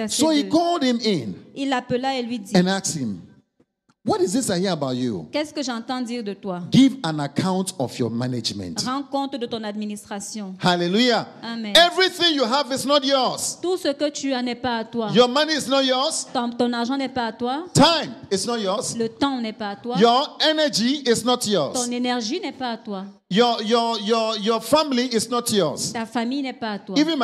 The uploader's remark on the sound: Preached during Joyful Hour Sunday Service Rabat